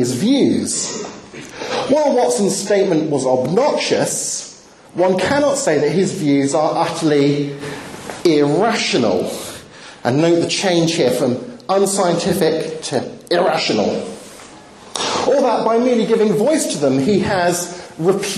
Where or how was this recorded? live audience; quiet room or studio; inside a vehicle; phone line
live audience